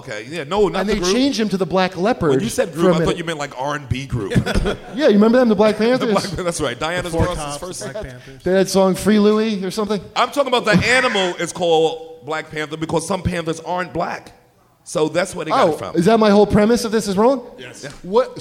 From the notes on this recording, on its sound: live at Small's Bar in Detroit!